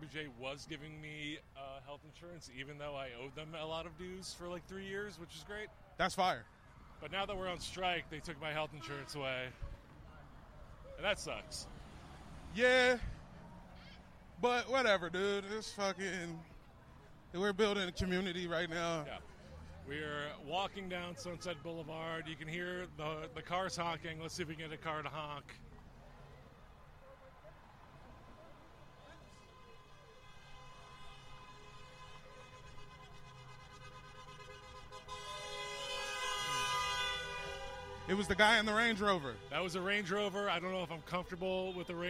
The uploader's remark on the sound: live from the picket line at Netflix on Wednesday, July 26